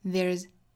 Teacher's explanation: there's 后面的这个字母 s 应该读浊音的 z